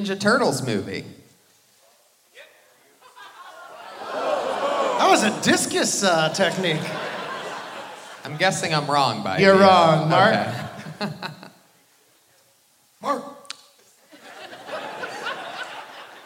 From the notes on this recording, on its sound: Live from the Wilbur Theatre in Boston